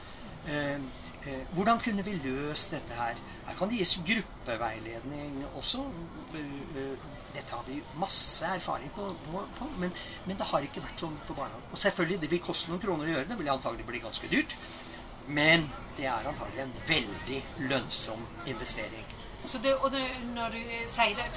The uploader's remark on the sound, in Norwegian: tatt opp under Arendalsuka